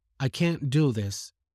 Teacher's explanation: if you say it in the negative, you would stress the can, and you will say, I can't do this.